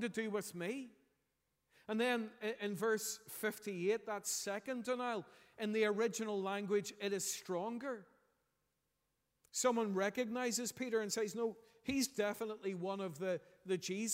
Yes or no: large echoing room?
yes